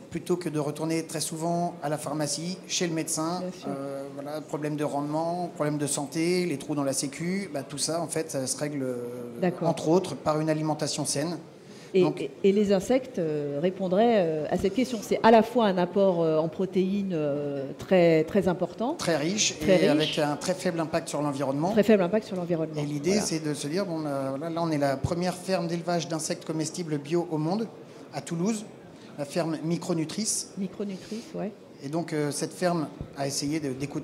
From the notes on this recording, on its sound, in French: en direct de la journée de l&#039;écologie de la France insoumise